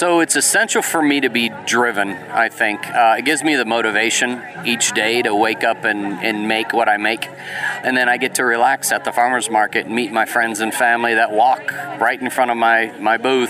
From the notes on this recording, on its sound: On this episode, we took a trip to the Cartersville Farmer's Market. You'll hear the sounds of a bustling farmer's market.